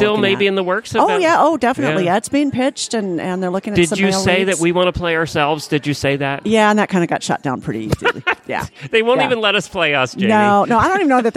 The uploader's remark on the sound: Live from AHP in Dallas. Is live at the American Horse Publications with a bunch of fascinating guests from the equestrian media.